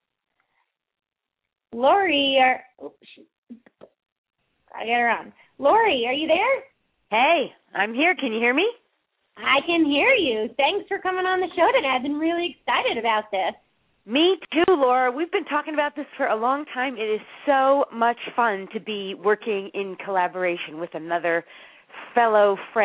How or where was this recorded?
phone line